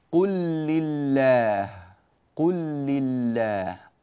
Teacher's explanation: اللام الأولى أدغمت في اللام الثانية وصار النطق عندنا بلام واحدة مشددة · Term: الإدغام